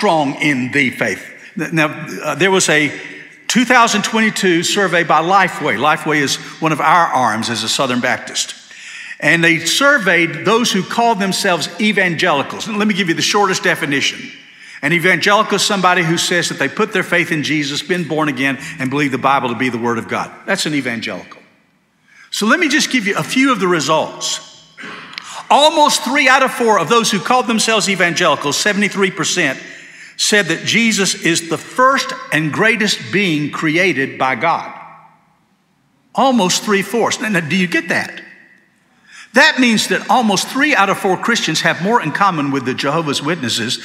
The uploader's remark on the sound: This sermon was delivered on June 4, 2023 at First Baptist Church Hendersonville, NC.